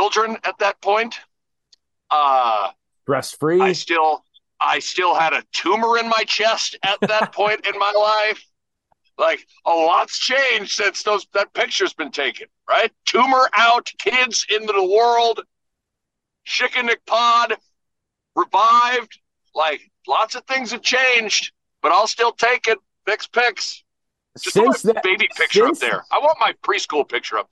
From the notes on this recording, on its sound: Is in the car headed to another game. Has bad Zoom audio.